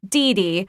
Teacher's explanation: But sometimes a dog would come in like Dee Dee, and that stress pattern has equal stress on both syllables